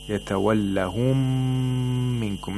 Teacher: it has ghunna because it's a meme. So you have to nasalize it for 2 vowel counts. · The first one sakin, the second one with a haraka. We don't pronounce the first sakin one. We only pronounce the second one, but with shatta and with more intensity. · Term: idgham al mutamathilain